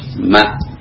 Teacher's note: Makhod ma ini dengan mengatupkan kedua bibir dan melewatkan suara ke rongga hidung, karena diantara sifatnya ada gunnah.